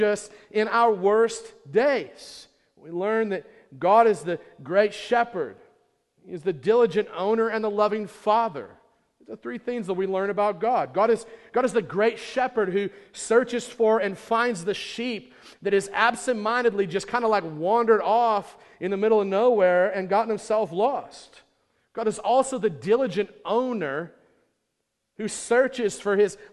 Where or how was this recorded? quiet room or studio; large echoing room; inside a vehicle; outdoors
large echoing room